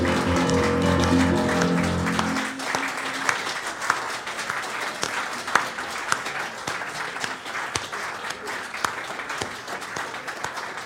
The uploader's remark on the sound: Recorded live at the Jazz Kitchen.